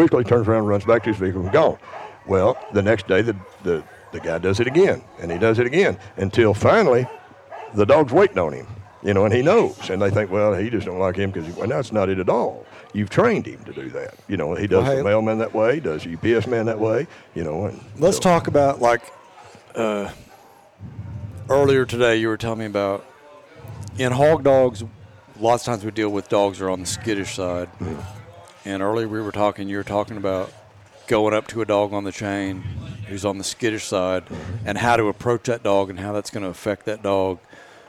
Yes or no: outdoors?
yes